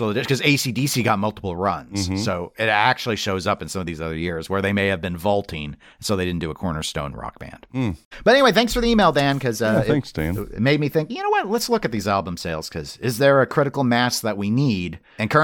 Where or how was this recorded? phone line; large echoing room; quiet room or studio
quiet room or studio